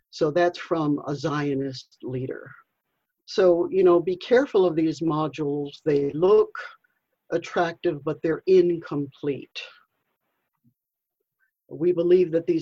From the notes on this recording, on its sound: Two-part online event series. This event was held online via Zoom.